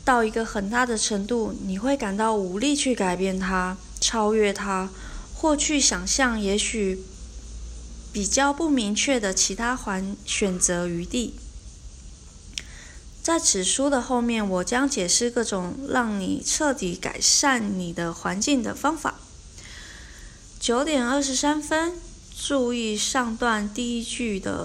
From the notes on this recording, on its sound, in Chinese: 今天的背景聲音是蟬鳴，原來今天錄音剛好是夏至。